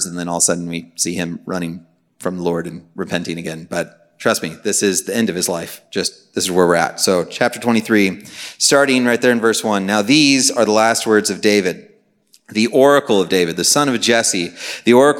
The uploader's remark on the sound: Message preached on May 11, 2023 at a Thursday Night Gathering of Coram Deo College Ministry.